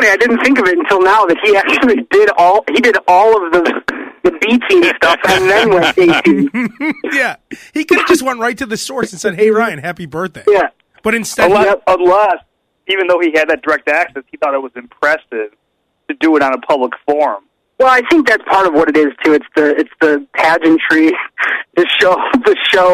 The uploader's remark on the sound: voice on the phone